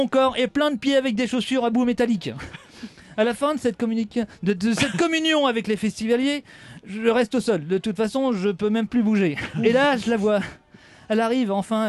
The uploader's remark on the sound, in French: L'EntrePod s'est installé au Houppstock pour vous faire vivre le festival.